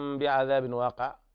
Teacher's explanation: إقلاب لوقوع الباء بعد التنوين